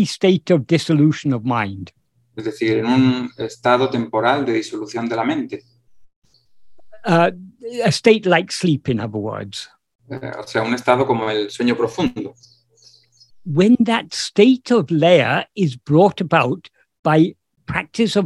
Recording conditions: video call